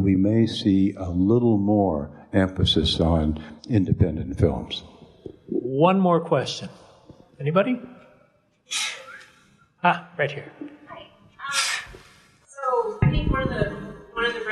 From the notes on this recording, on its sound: LIVE from the Overlook Film Festival. Live edition of Post Mortem from the Overlook Film Festival in Oregon in front of a standing-room only audience.